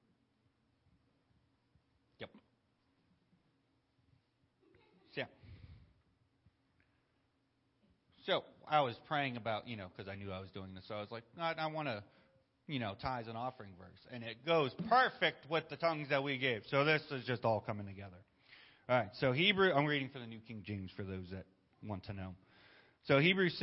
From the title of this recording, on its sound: Sunday Morning Service